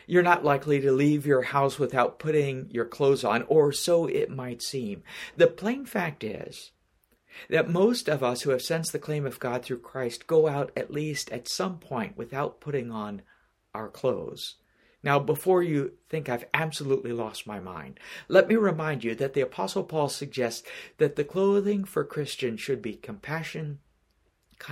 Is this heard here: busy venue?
no